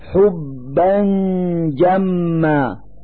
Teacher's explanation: نلفظ النون الساكنة التي هي فتحتان على الباء من كلمة حبا من مخرج الجيم من كلمة جما، فنقول حبا جما مع إظهار الغنة التي هي الدليل على وجود النون الساكنة.